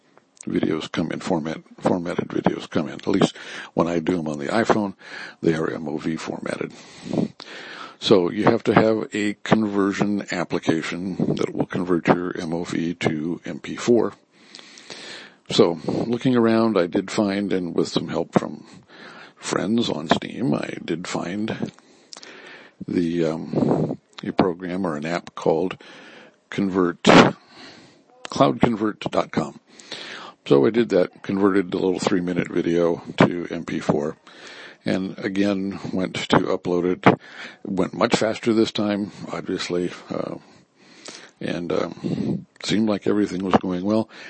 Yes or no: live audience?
no